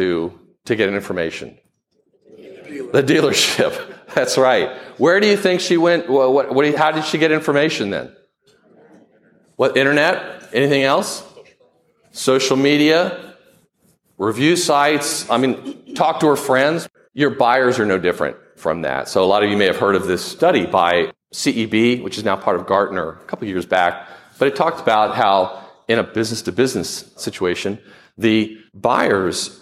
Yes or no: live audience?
yes